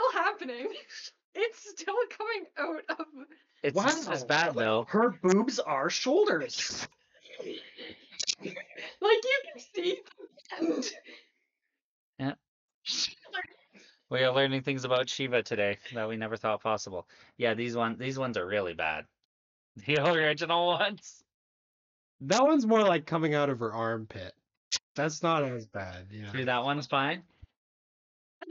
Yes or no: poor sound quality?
yes